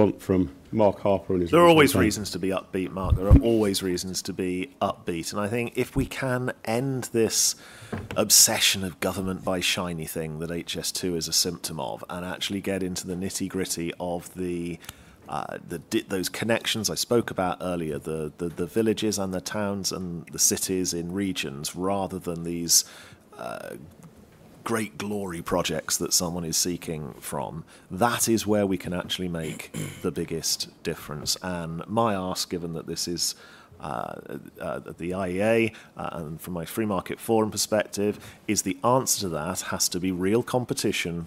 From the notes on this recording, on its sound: This is an audio version of the panel held by the Institute of Economic Affairs at Conservative Party Conference in 2023 on the future of rail.